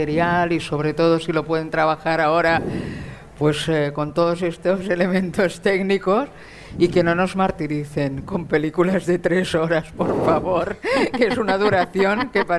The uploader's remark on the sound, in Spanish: Grabado en directo desde la 56ª edición del Festival de Cine Fantástico Sitges. Desde la King Kong Area del Festival.